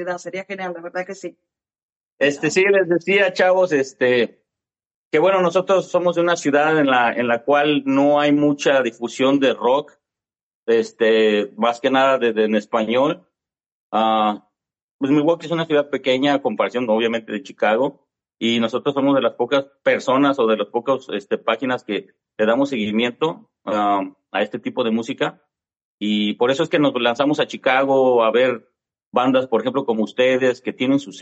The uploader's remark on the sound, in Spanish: Entrevista a través de zoom